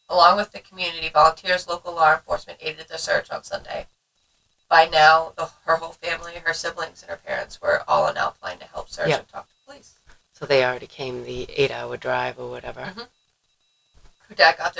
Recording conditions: poor microphone